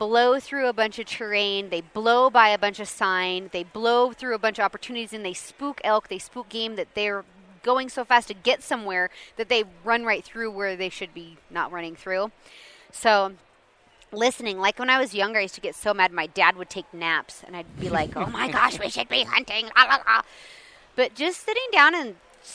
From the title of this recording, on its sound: at the International Sportsman's Expo